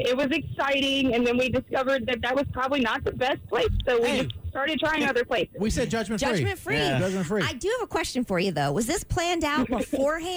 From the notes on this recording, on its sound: Listeners called.